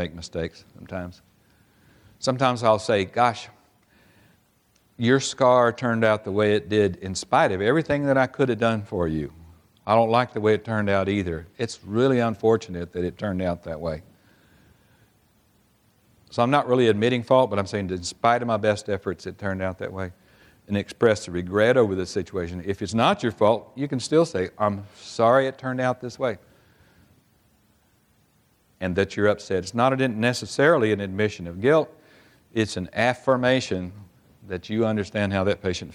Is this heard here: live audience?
yes